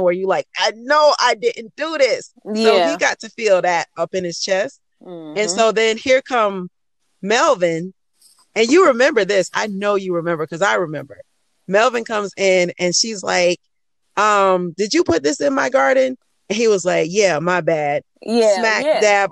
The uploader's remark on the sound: Recording in her dad’s car.